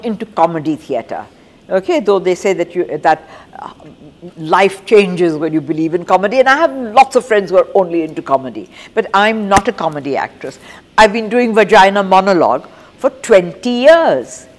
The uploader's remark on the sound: The episode was recorded at the Jaipur Literature Festival 2022 in March.